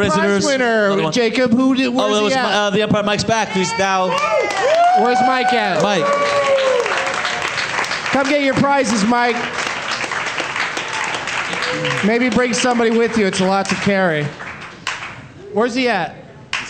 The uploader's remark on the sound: Live from the Tacoma Comedy Club